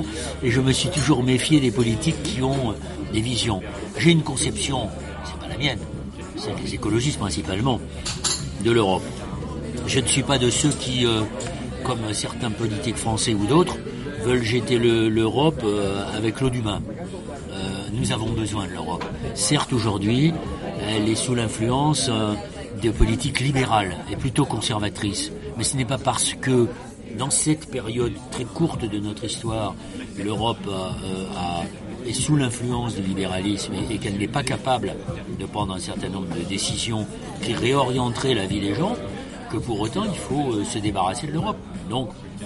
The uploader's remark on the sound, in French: Cette interview a été enregistrée le 9 novembre 2018 dans le café Fluctuat Nec Mergitur, place de la République à Paris.